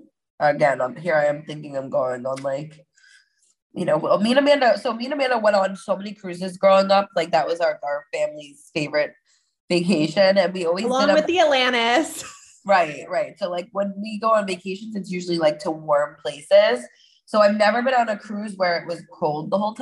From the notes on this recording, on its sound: The One Where We Podcast From a (kinda Bubble) Bath. The sisters are switching things up as they record from zoom and a bubble bath!!